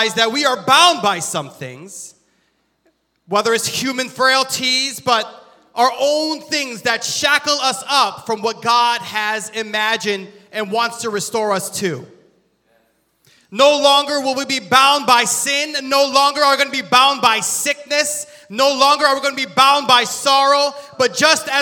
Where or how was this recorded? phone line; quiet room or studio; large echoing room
large echoing room